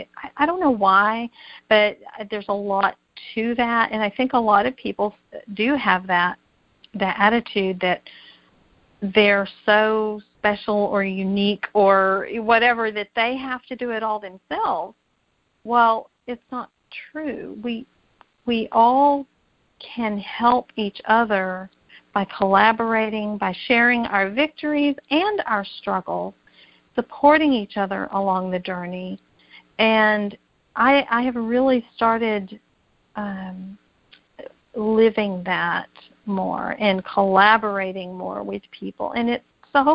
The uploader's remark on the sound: jumped on the phone